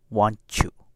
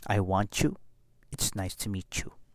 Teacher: that T and that Y fall in love. They have a baby, and the name of that baby is Ch · Term: the baby Ch